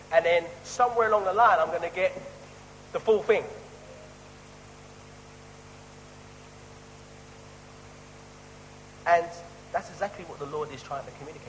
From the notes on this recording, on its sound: Sorry for the poor quality of this weeks recording